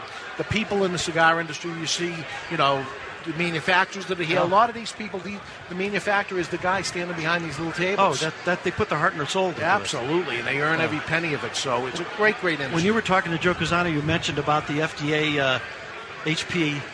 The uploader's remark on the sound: Live from Boulder, Colorado for the second annual Rocky Mountain Cigar Festival!